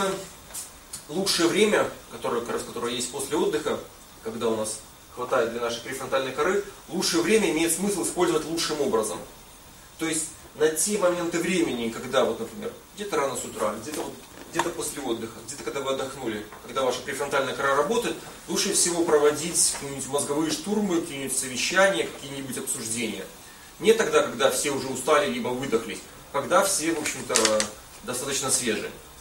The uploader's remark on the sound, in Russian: Запись лекции